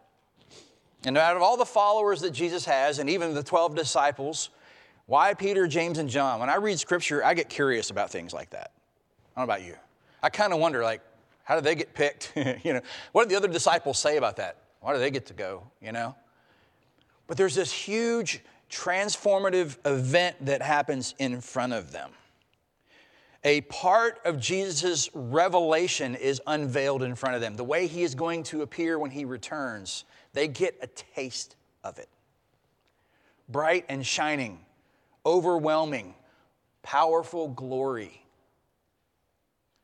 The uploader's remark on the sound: preached at Traditional Worship marking Transfiguration Sunday